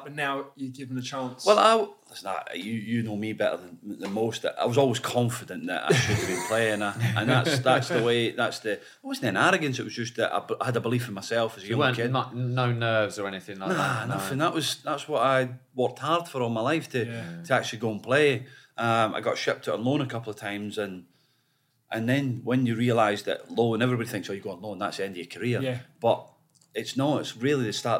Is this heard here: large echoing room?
no